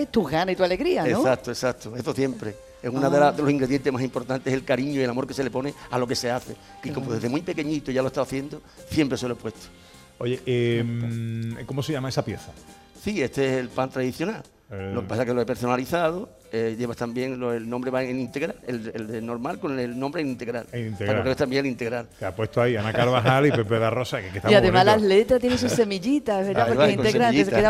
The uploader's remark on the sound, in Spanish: Gente de Andalucía en directo desde Coín en Málaga